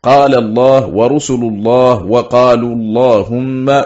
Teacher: وقرأ الباقون بفتح هذه اللام من غير إشباع حيث وقعت، وأجمعوا على تغليظ اللام من اسم الله عز وجل مع الفتحة والضمة